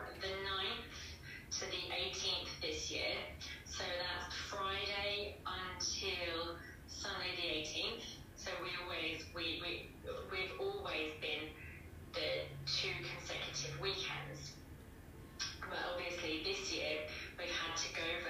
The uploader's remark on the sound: London Independent Film Festival. IG Live.